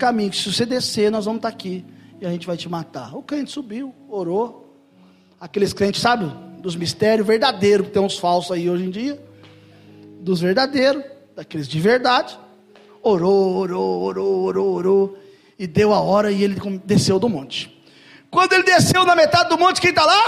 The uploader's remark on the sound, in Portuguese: Mensagem gravada em 12/02/2023 - Culto da Família